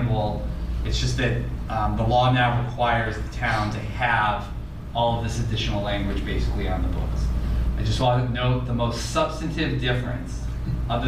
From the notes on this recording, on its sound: Audio recording of the Economic Development Subcommittee (EDC) held on Wednesday, September 6 , 2023 in the Council Chambers. This session of the radio show shares the audio recording of the Economic Development Subcommittee (EDC) held on Wednesday, September 6 , 2023 in the Council Chambers.